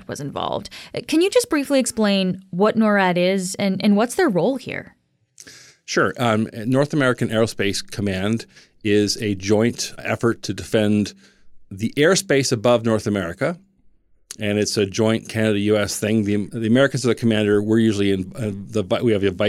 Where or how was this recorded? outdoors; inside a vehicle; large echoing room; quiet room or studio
quiet room or studio